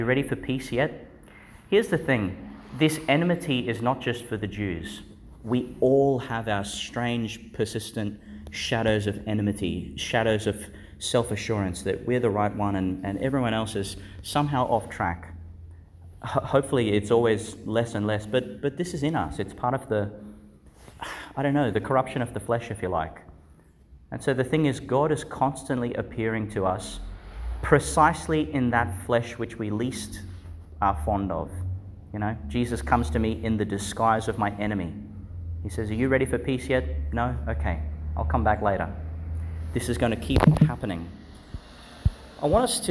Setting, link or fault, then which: setting, large echoing room